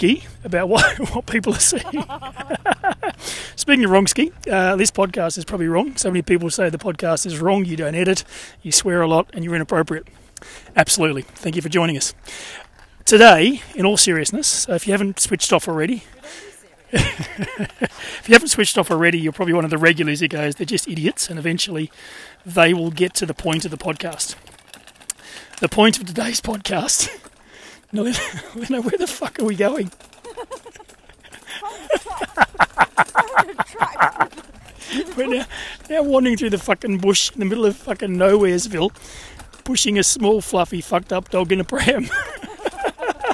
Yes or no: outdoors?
yes